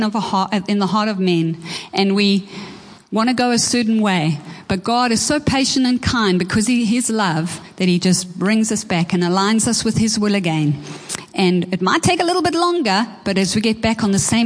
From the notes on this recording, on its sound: Preached at Horsham Downs on 14/01/24.